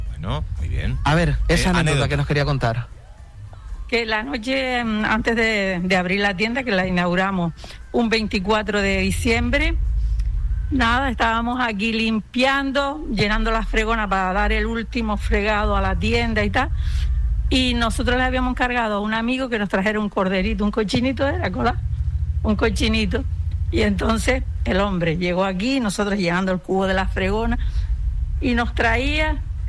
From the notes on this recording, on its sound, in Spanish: Visitaba este jueves en directo Regalos Saro, un emblemático negocio de decoración ubicado en la Avda. Juan de Bethencourt 9 y Cipriano Gutiérrez Oramas, 2 de Puerto del Rosario.